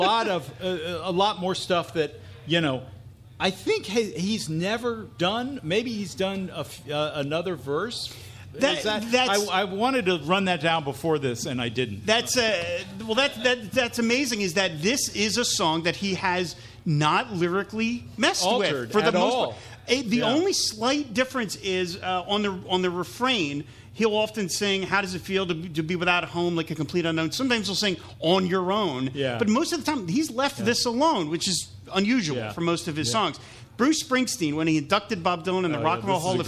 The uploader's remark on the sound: Pod Dylan Live! Recorded live on July 28, 2019 at The Tattooed Mom on South St.